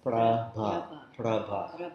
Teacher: So you want to make sure you don't accidentally put the aspiration on the first syllable of that word, pra. You want to say pra ba, pra ba.